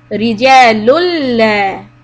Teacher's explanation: don't hold the lam. Don't say رِجَالُ لَا. Okay? There is no waiting period. Just connect and move on.